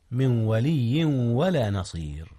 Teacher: هنا إدغام يا أستاذنا، أدغم نون من في واو ولي